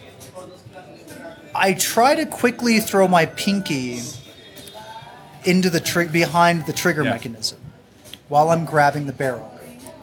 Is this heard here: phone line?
no